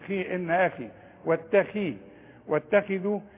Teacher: الخاء ما دام مكسورة هي لا ترقق أبدا، إنما آخر درجات التفخيم